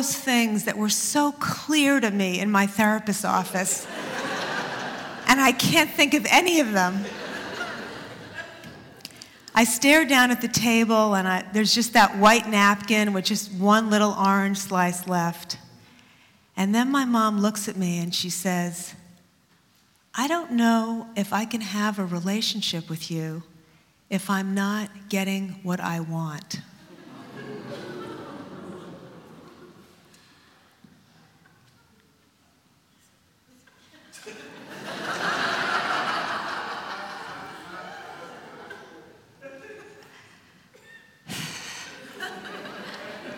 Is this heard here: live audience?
yes